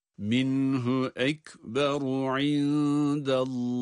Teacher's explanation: Minhu de cezimli nun kendinden sonra ha harfinin gelmesi sebebiyle ishar ile okunur. Yani minhu nun açıktan telaffuz edilmeli.